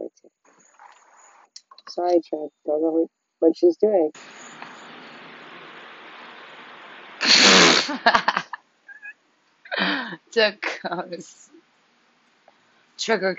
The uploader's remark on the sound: Sorry for the shitty recording.